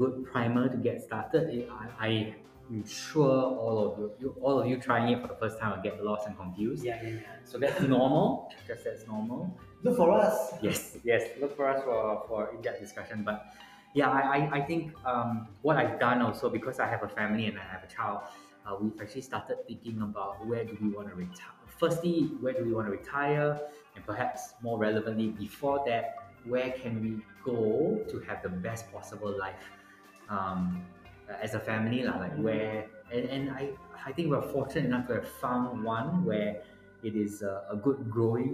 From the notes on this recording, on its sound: Apologies for the poor audio quality!